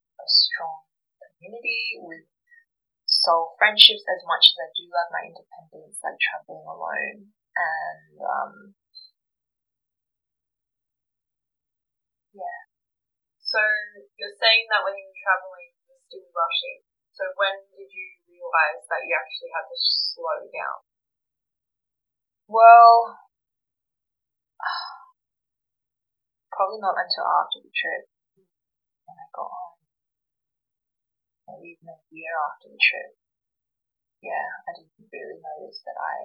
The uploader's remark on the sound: Please excuse the audio quality while I try to navigate the world of audio editing ...